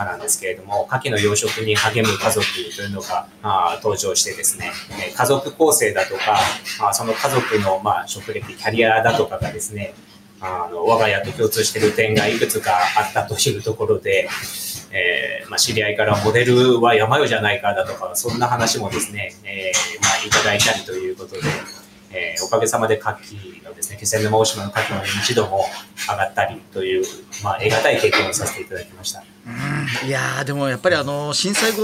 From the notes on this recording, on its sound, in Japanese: 気仙沼大島で牡蠣の養殖業を営む「ヤマヨ水産」。今回は新しくなった牡蠣の作業場からみなさんが作業されている中でオンライン収録させて頂きました！